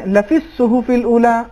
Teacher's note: الف لام ادغام ہو جائے گا حرف صاد میں، اور صاد پر تشدید ہے